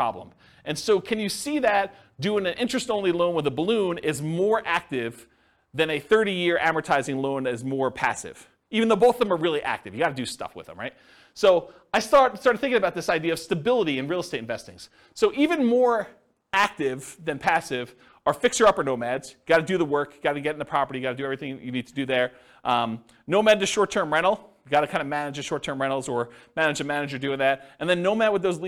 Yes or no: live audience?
yes